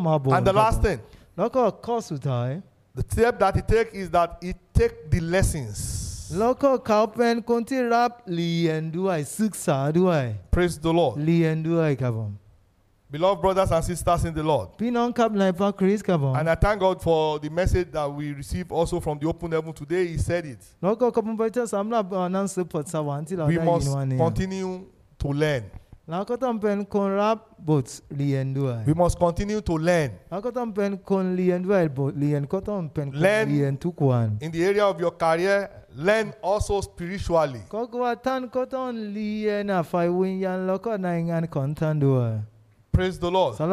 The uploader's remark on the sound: This sermon was Preached Live